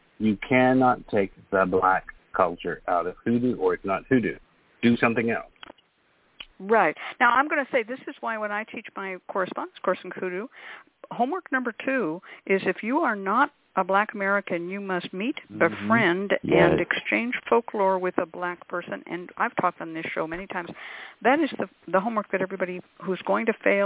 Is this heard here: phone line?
yes